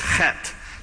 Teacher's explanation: The H there is pronounced with the guttural ch.